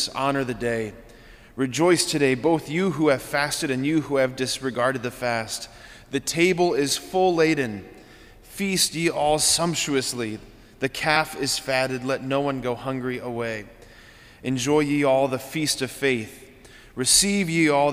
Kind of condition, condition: setting, large echoing room